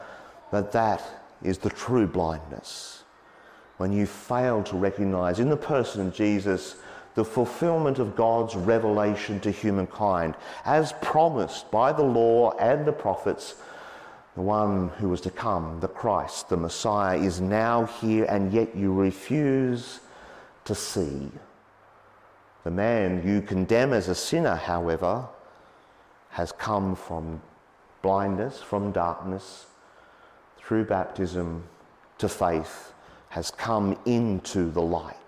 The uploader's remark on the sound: as preached on Sunday, 19 March 2023